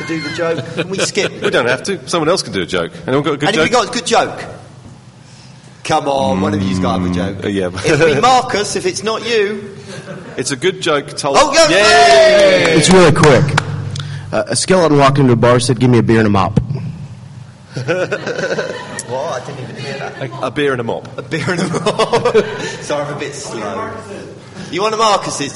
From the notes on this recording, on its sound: we recorded a live special from SXSW in Austin Texas